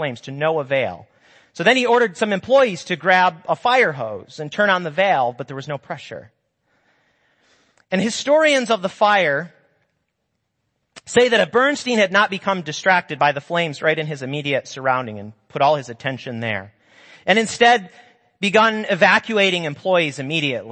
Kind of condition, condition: setting, large echoing room